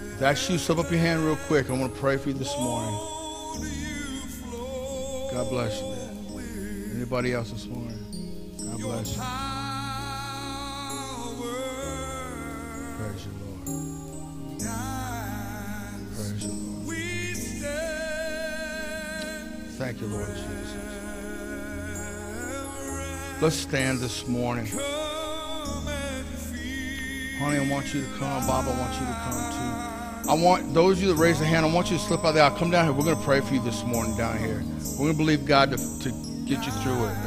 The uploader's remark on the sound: Mt. Zion Church Live!